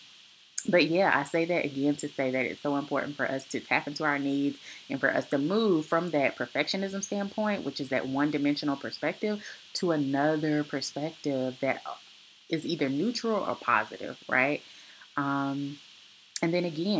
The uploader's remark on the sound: This episode is actually the audio from a recent presentation that I hosted. It was a virtual summit discussing postpartum issues commonly seen in the postpartum period and beyond. Unfortunately we had some tech issues getting everyone into the summit then some recording issues. Nevertheless, I wanted to bring a little of what was captured and bits that were re-recorded from the two day event.